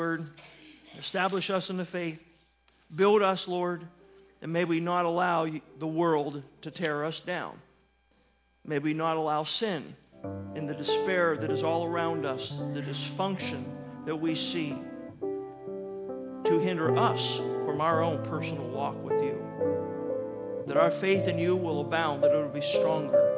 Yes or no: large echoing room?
yes